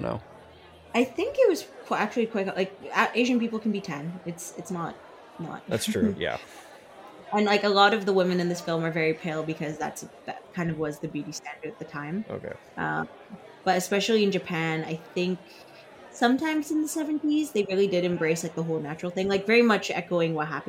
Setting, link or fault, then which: setting, live audience